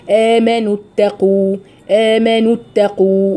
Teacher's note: في هنا التقاء ساكنين اتخلصنا منه بحذف حرف المد الأول اللي هو الواو · الأو دي حذفناها، المفروض هي بتتقال يا أيها الذين آمنوا اتقوا. فعلشان الثقل ده في النطق حذفنا حرف المد الأول فقلنا آمنوا اتقوا، وكأننا ضمينا النون بس